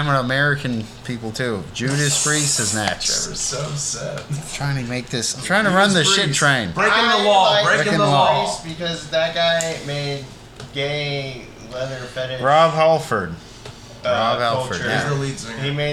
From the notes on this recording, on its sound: Despite recording technical difficulties